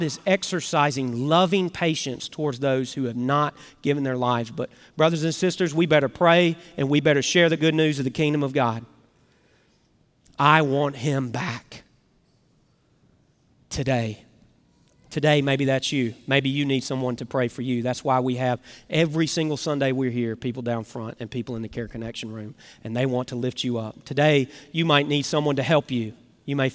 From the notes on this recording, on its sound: Recorded Live at Brookwood Church on 10.29.2023